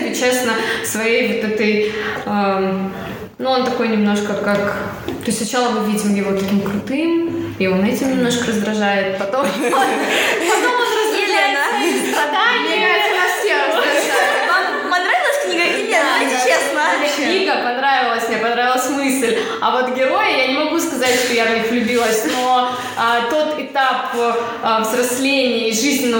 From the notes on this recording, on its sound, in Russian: Как всегда - шум, гам, тарарам.